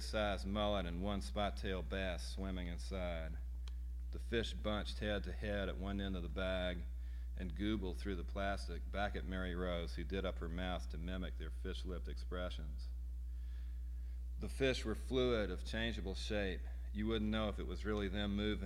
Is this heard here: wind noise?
no